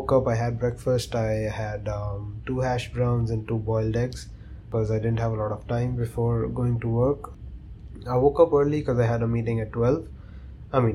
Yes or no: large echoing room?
no